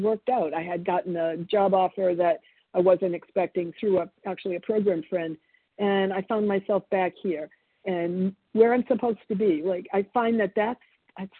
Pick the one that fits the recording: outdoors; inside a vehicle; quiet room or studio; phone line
phone line